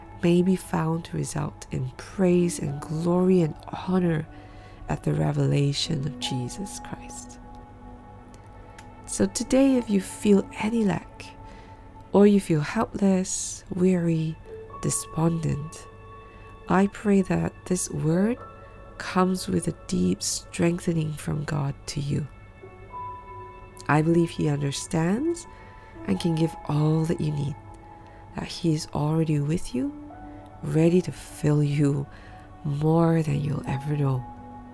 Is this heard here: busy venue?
no